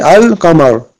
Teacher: Il y en a le « lam », ça reste intact. Ça ne disparaît pas dans « kaf ». · Term: huruf al-qamariya